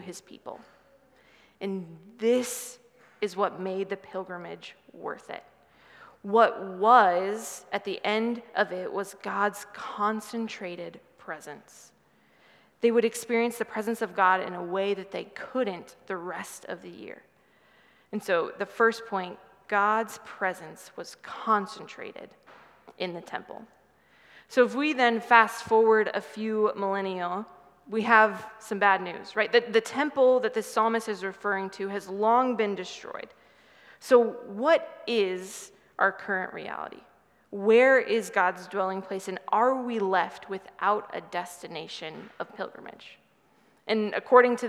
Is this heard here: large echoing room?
yes